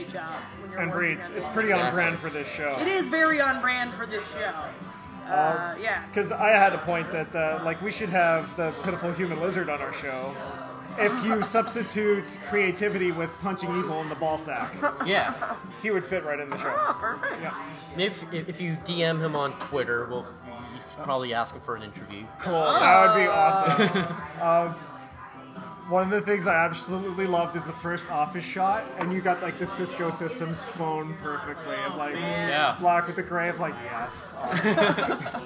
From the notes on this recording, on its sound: Recorded at the Northern Belle bar (pardon the background noise,).